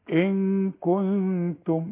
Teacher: النون اللي بعدها التاء نون بدون تشكيل بعدها تاء يحصل لها إخفاء بغنة